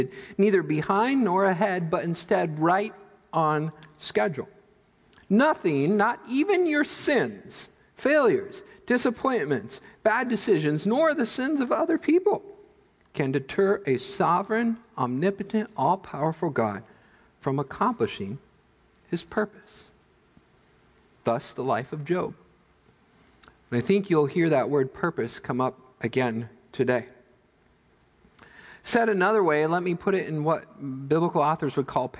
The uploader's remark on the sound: Midland Evangelical Free Church Sermon Audio